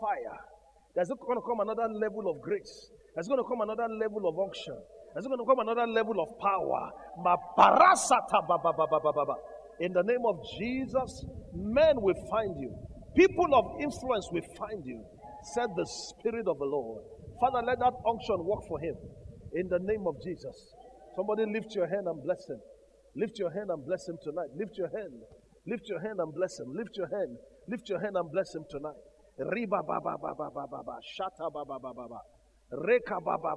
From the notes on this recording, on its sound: Gathering of Eagles Conference Day 1 Evening